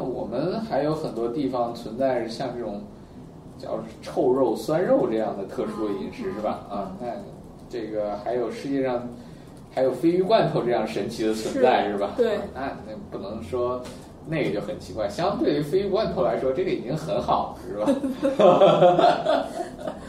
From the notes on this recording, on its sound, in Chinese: 本期节目为在张大妈办公区用录音笔录制，可能有街道上的杂音，请见谅。